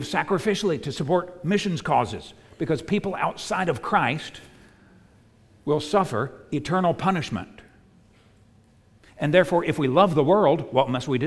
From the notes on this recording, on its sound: At the United Christian Church of Dubai. On Easter Sunday 2022.